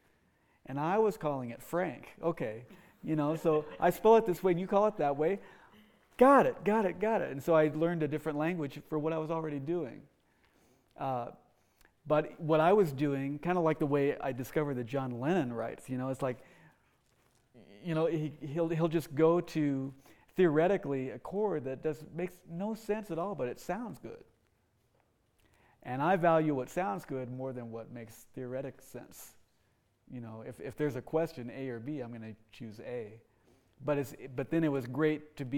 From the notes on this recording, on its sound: Q&A with students from the Jazz In The Pines Student Clinic.